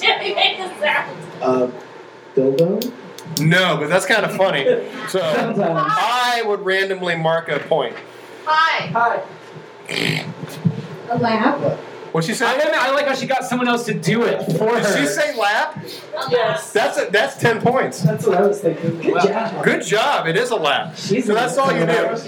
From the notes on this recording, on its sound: GBG Live & Un-Edited from Packrat Comics. To do the first ever GBG LIVE & Un-edited. Answer audience questions.